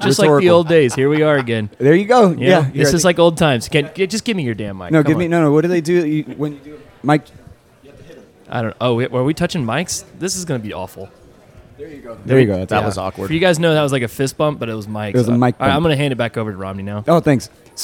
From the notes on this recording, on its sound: We bring you conversations recorded at the Geraci Broker Exchange conference in Dallas.